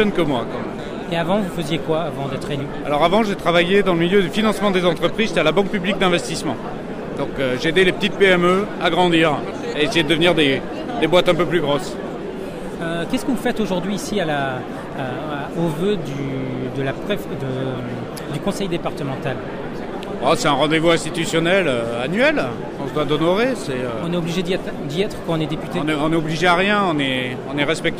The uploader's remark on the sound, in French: Reportage enregistrée aux vœux du Val-de-Marne (94) le 7 janvier 2020